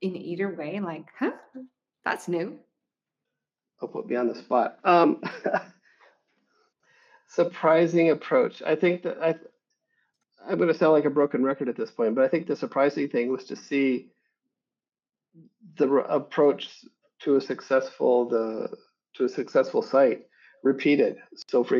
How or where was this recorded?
video call